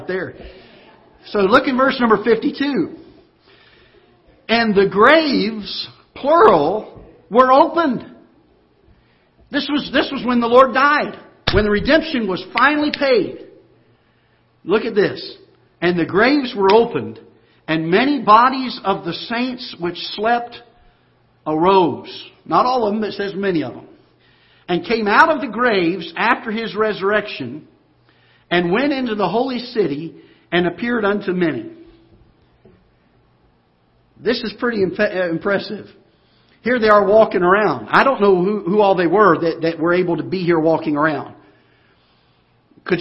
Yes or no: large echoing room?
yes